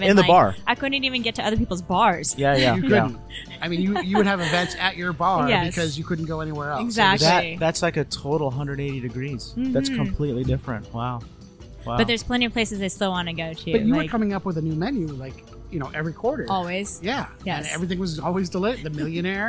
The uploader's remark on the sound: We recorded this episode live and direct from DAMA, located in the fashion district of Los Angeles, California.